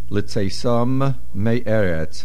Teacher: Litzaysam ends with a mem. Me'eretz begins with a mem. Make sure we hear both.